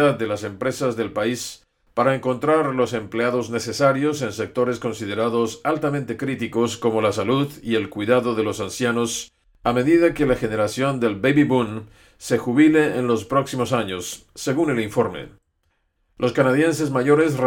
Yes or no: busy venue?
no